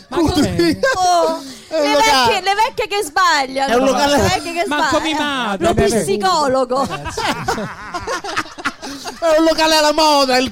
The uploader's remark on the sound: Live dal GhePensiMi di Milano